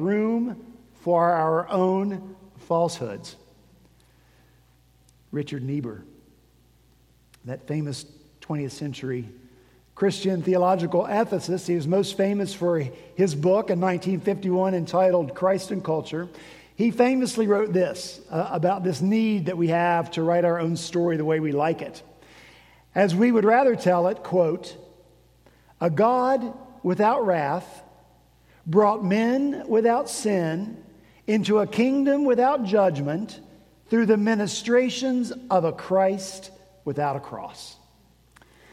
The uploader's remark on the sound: At Redeemer Presbyterian Church in Charleston, SC